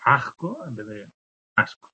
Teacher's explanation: es la aspiración de la S en final de palabra o de palabra.